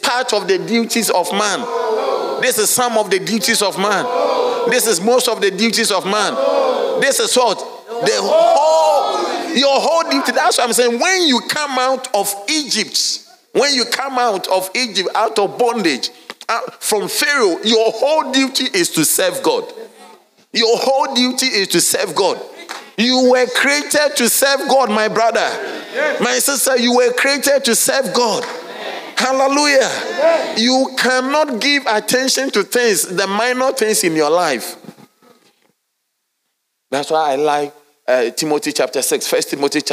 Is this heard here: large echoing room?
yes